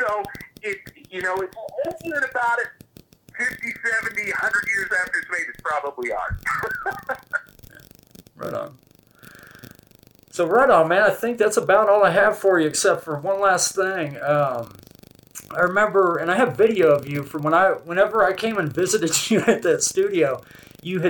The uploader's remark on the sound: This is a raw interview presented because sometimes the conversation is more important than the quality of the audio.